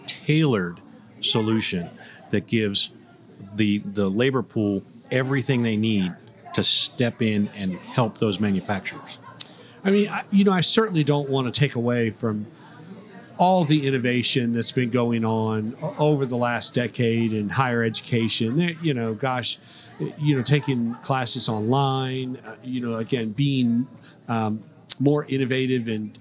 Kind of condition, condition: setting, busy venue